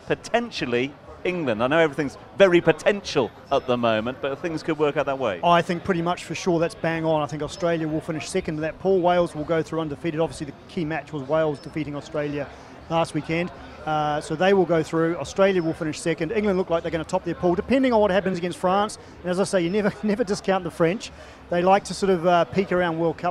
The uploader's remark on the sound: From our spiritual home Barasti